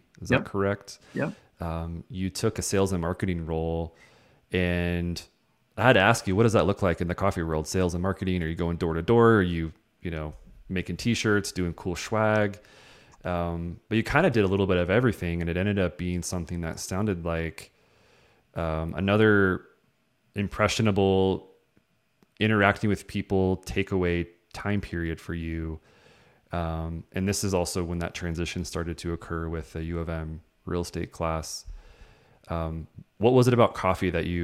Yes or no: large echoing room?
no